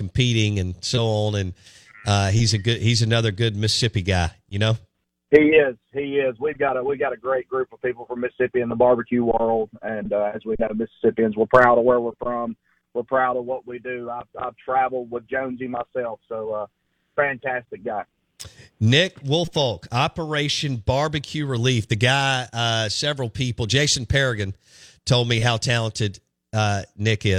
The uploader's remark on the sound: joins the show on the Farm Bureau guest line live from the Mississippi Delta